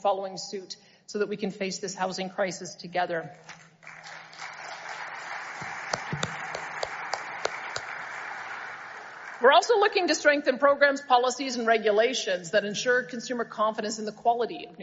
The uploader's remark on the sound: delivered a keynote address at the 2023 Alberta Municipalities Convention in Edmonton